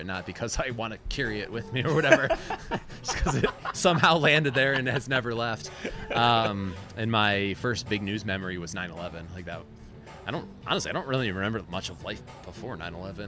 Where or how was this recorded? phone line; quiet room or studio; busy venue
busy venue